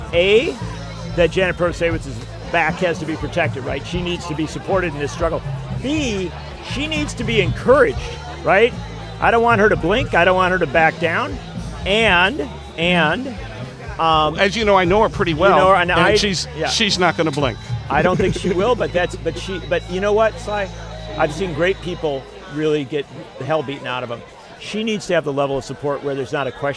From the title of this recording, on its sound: Live from LaborFest 2023